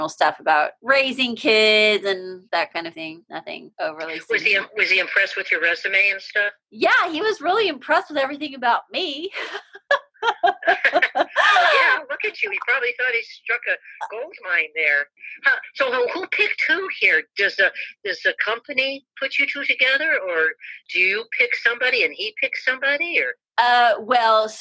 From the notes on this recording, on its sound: This episode was recorded via a Zoom call. Please overlook any audio issues!